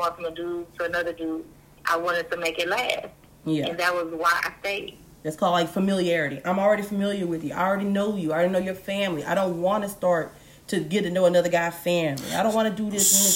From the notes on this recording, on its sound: We take phone calls to see what people have to say on this particular subject.